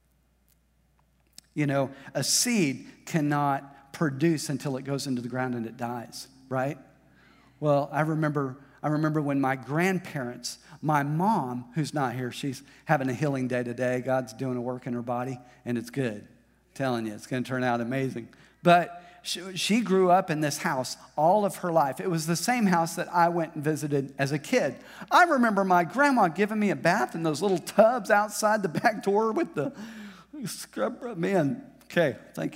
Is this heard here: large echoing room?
yes